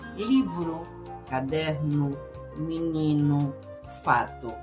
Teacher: Que no están acentuadas en esa vocal, en esa sílaba, esa O se va a pronunciar como una U casi y, esa E se va a pronunciar como una I.